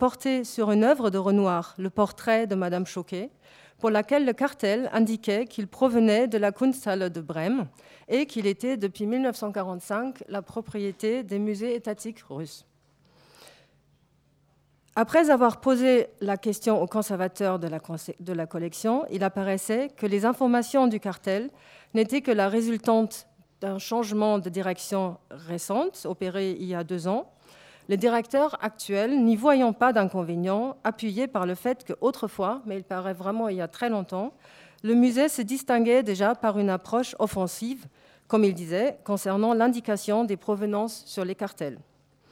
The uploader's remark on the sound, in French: Enregistrée le 3 juin 2016 dans le cadre du colloque. Dans le cadre du colloque « Patrimoines spoliés.